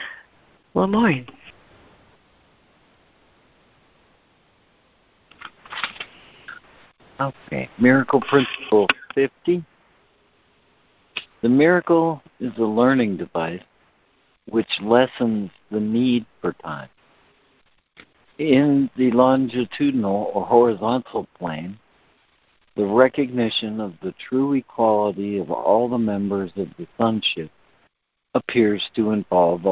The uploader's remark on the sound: ACIM Daily Conference Call.